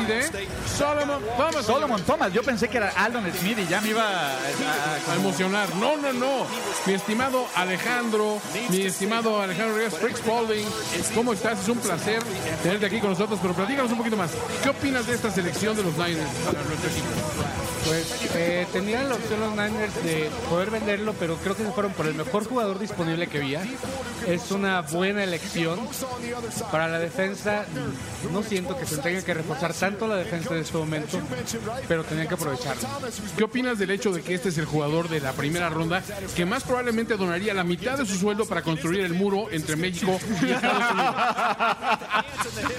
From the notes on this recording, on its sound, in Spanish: Grabamos desde el Pinche Gringo BBQ Patio, en la colonia Narvarte. Una enorme cantidad de invitados.